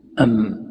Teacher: ينفتح الحلق بالهمز ويغلق الفم بالميم